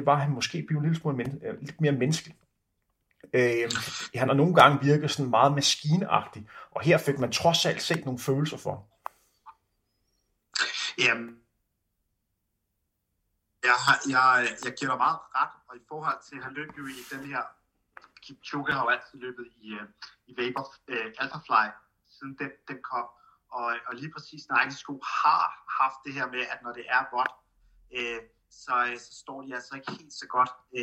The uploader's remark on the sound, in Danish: Bemærk lyden hakker en lille smule på grund af den dårlig forbindelse.